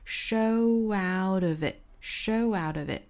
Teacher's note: big show out of it 这里面呢有一个小小的 w 的过渡